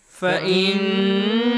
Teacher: noon مشدد is pronounced with an extension of two beats and a nasal sound